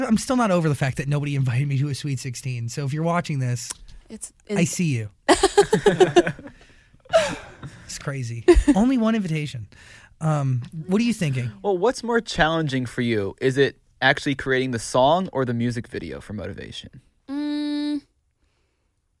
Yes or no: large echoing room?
no